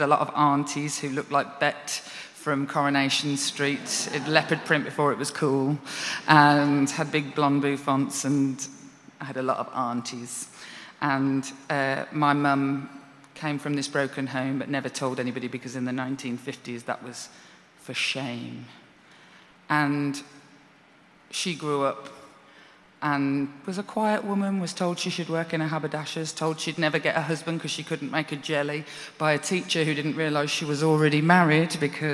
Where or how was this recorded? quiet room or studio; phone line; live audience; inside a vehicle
live audience